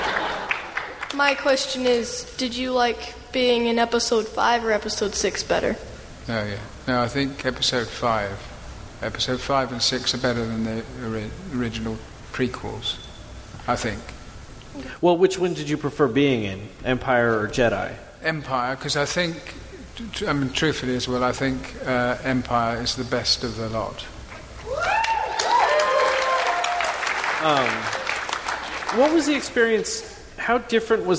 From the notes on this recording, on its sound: live at Salt Lake Comic Con